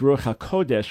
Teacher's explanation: Ruach HaKodesh with the accent on the first syllable, not the second syllable